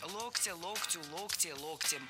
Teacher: Слово «локоть» склоняется по следующей схеме. В единственном числе ударным остается корень слова «локтя», «локтю», «локте», «локтем».